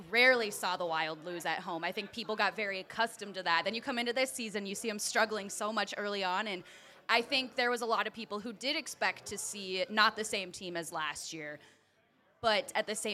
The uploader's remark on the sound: went live from Dukes Pizza-Pub-Grill in Oakville